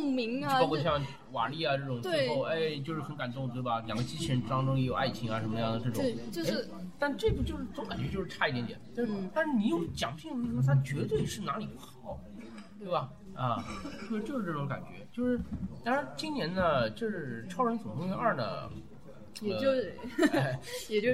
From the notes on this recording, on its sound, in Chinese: 本期节目依然是和《魔都电台》的合录节目，最近特殊时期，音质渣，望见谅！